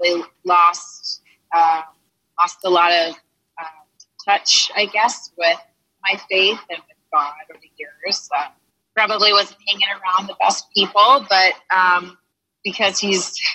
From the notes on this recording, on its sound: for our Zoom meeting #28